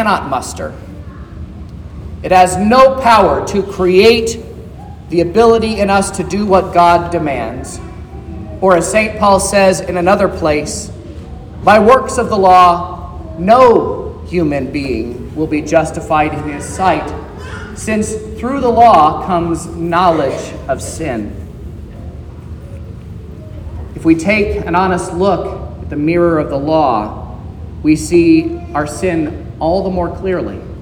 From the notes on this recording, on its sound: This is the sermon preached at Trinity Lutheran Church in Vallonia, Indiana, on Sunday, August 27th, 2023